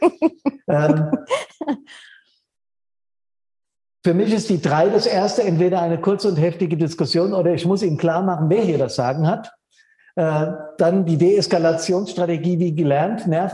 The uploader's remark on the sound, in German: Der Mitschnitt des Info Online-Events fireproof360° vom 31.07.21.